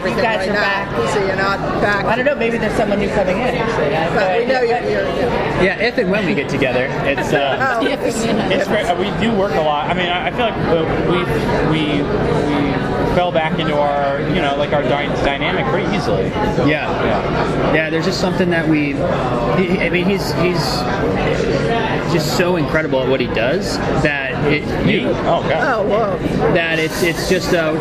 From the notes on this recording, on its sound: at the Day of Days event